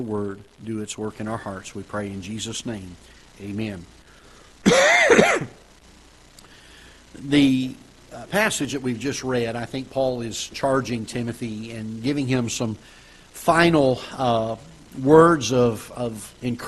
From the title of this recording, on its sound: Ketha Heights Baptist Church ~ Live Broadcast